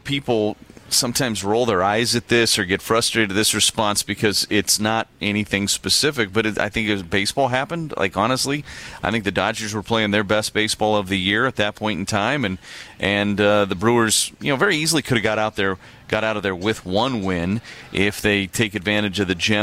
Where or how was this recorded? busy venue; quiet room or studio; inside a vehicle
busy venue